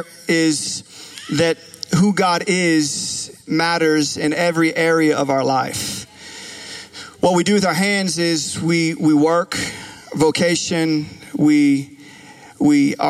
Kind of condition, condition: setting, large echoing room